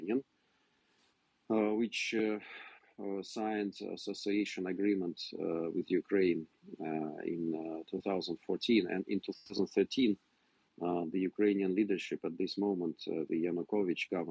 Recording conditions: video call